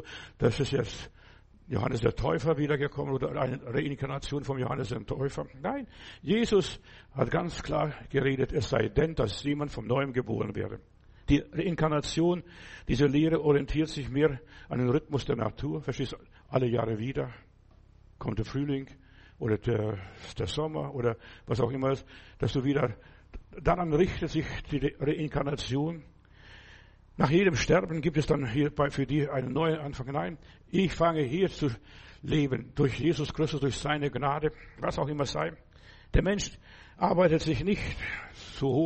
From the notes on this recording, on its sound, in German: Oktober 2023 im Gemeinde-Zentrum in Berlin aufgenommen.